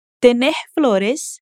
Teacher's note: Ela aspira o S no final de tenés.